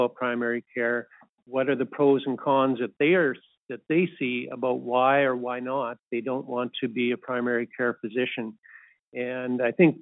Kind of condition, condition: link, phone line